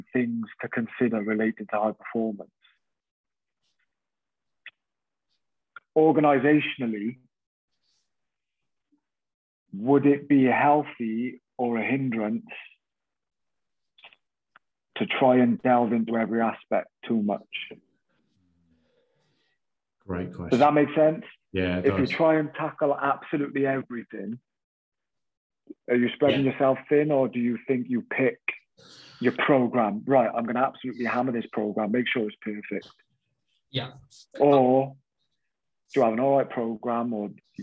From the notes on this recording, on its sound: We caught up with him over zoom at home.